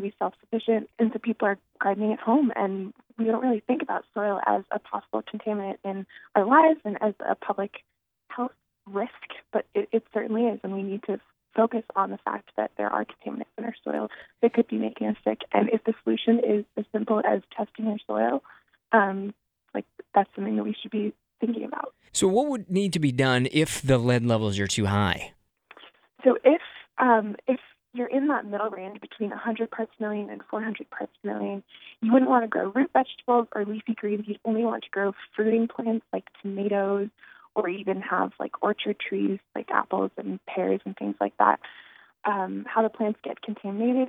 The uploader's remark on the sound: recently got on the phone